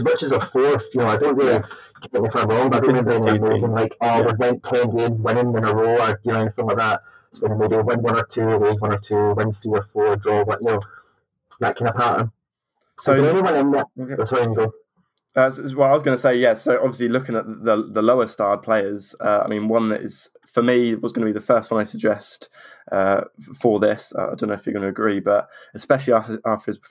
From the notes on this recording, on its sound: please forgive the audio!!